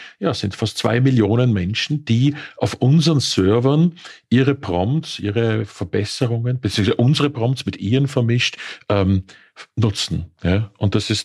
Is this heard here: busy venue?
no